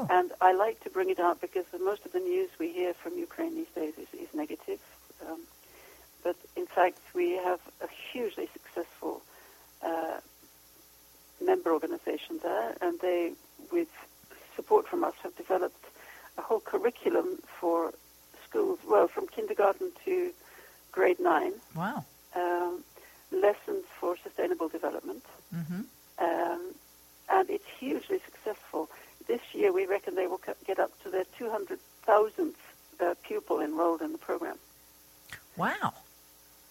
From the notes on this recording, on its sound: She called in from Europe, where she is based.